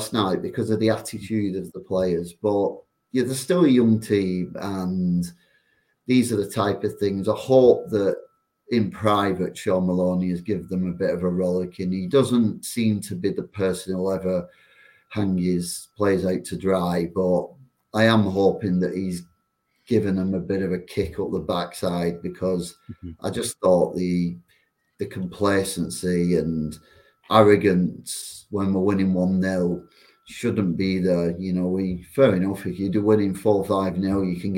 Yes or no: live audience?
no